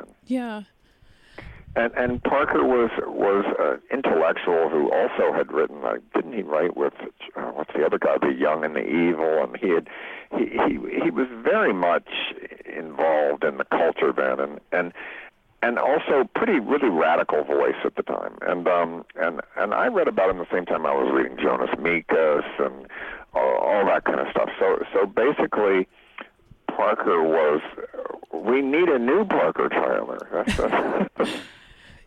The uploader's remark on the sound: called in from his home in Baltimore